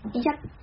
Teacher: 要把这个音发成一个短音，不是靠嘴唇的闭合，而是靠舌根在口腔里面把气流断了